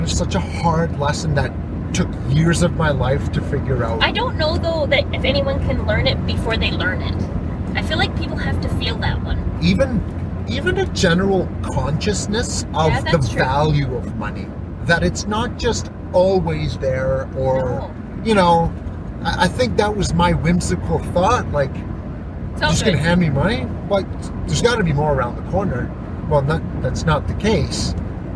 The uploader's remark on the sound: The Driving Episode